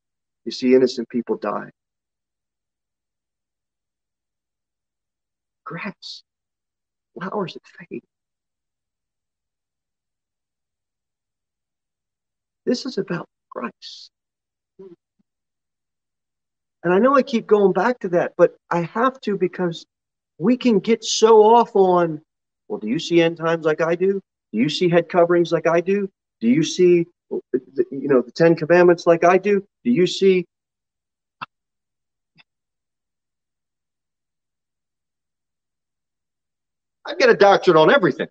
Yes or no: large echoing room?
yes